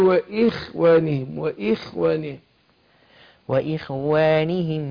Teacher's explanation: الخاء مكسورة هتاخد أدنى درجات التفخيم